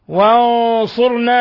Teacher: وانصرنا، نون ساكنة جاء بعدها الصاد، إخفاء حقيقي. ونلاحظ تفخيم الغنة نظرا للصاد الذي هو من حروف المفخمة